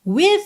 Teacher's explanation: você termina o som no V, não segue pro E